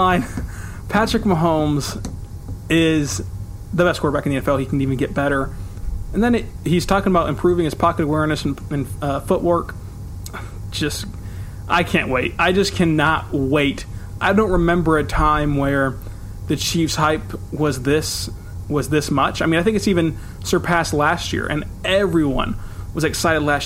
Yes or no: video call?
no